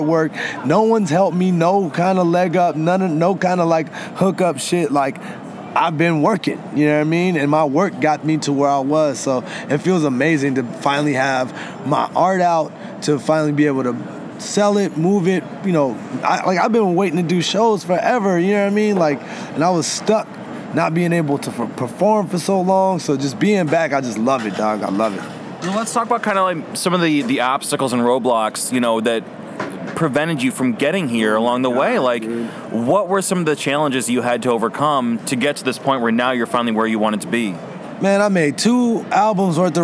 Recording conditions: busy venue